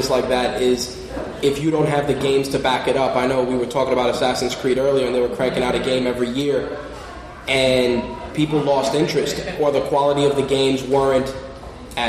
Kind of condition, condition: setting, live audience